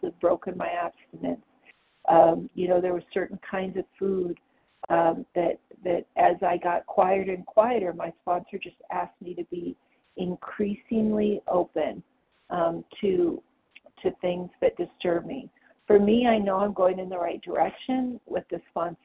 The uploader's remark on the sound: the 100 Pounders Phone Meeting